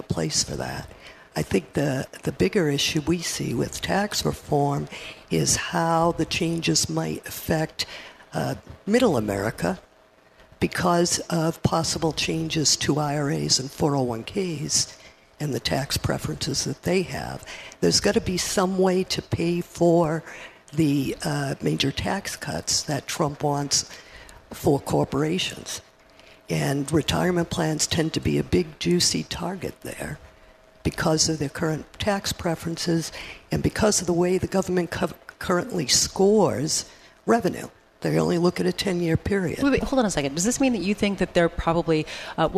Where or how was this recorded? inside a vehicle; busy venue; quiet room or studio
busy venue